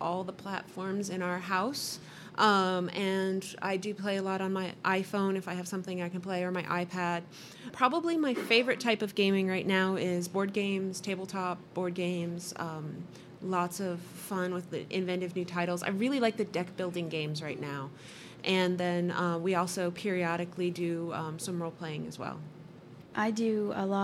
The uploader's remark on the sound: Live from Balticon